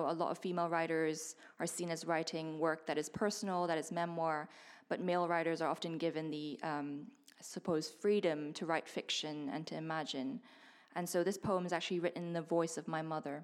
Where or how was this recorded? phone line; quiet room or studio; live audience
live audience